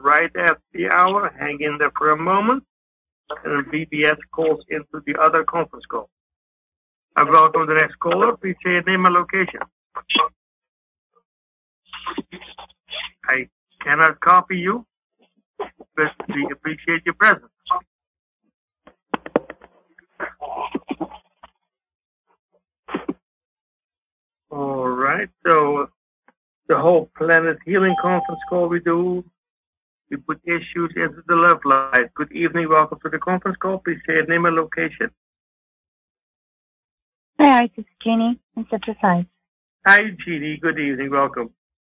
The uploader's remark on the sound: Conference Call LIVE